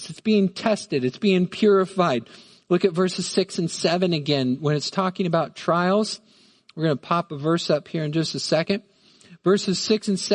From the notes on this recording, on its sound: Midland Evangelical Free Church Sermon Audio